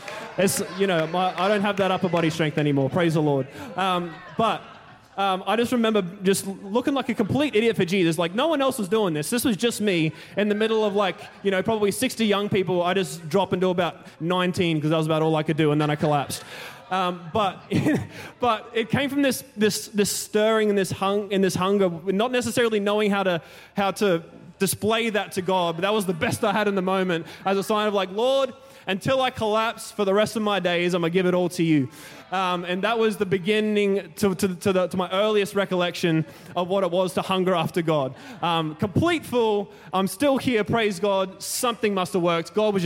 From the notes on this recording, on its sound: Recorded during our 5pm service on Sunday, the 16th of July 2023.